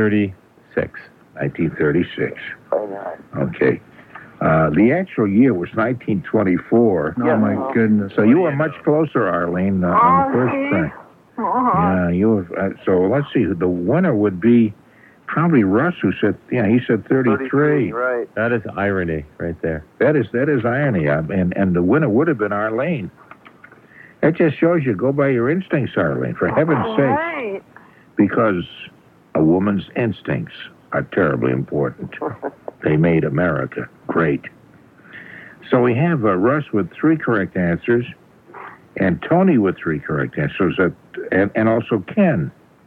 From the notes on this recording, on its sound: I’m on the phone from home. Producing and playing in studio.